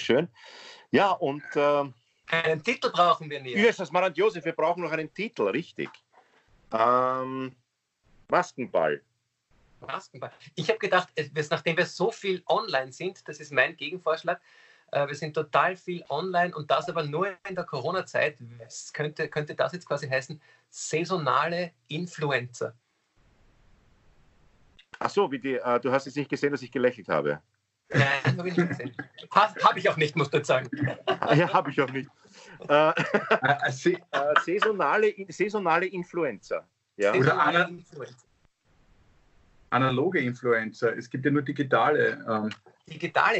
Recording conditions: video call